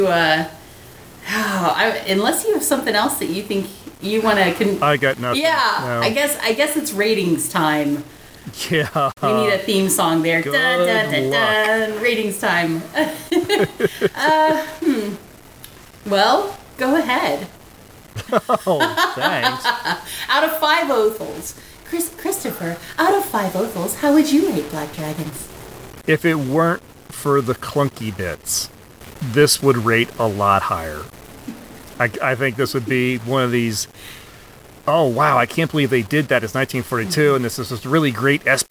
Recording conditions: poor sound quality